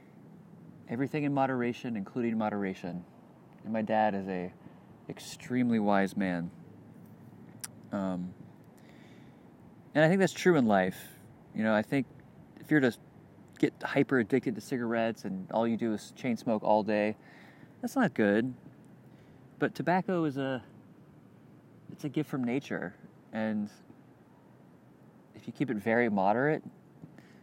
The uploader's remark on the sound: Outside at Westside Park, Gainesville, FL